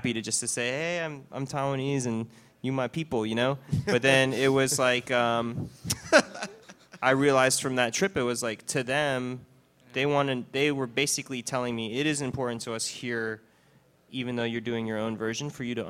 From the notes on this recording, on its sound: panel from South By Southwest